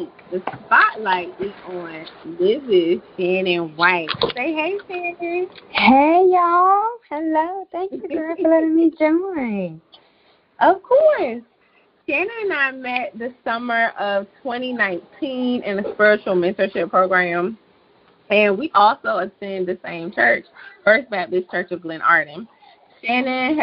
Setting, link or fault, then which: fault, sounds in the background